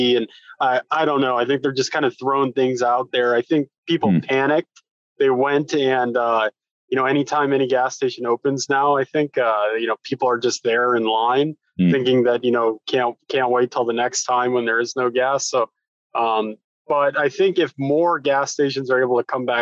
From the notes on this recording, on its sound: sits down over Zoom